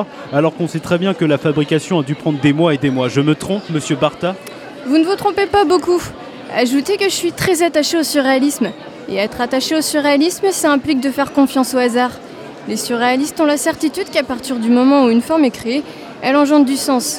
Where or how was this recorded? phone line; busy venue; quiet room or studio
busy venue